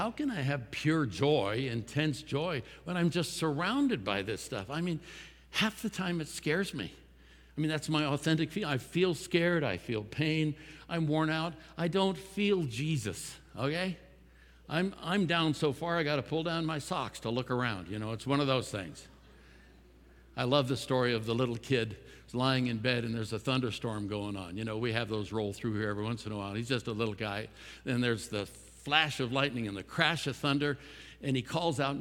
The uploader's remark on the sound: At Timberline Church - Audio. Live.